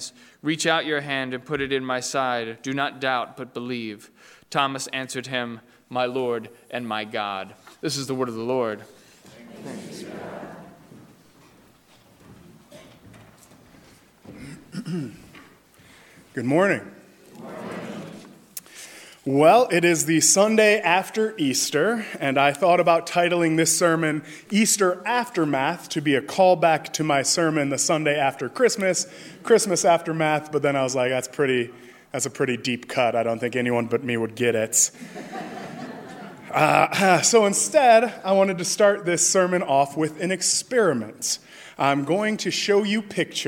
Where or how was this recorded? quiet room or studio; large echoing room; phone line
large echoing room